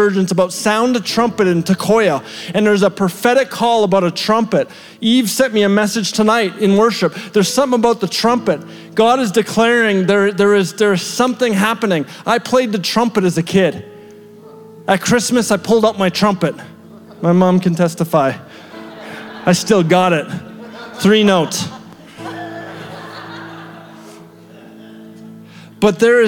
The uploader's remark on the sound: shared at our February 2023 Edmonton Gathering at The Summit Church Edmonton West